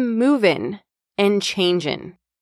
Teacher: you can hear how I reduced that ing sound on moving and changing